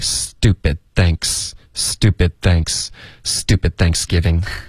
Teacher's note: 所以是 stupid 结尾咬舌尖接着发 thanks